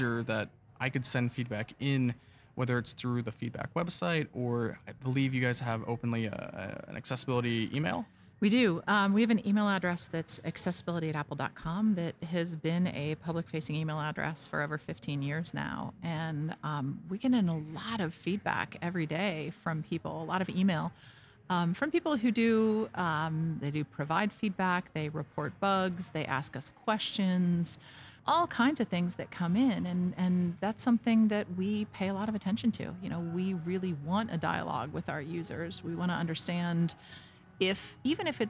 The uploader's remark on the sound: Recorded directly on the show floor of Apple's annual World Wide Developers Conference (WWDC)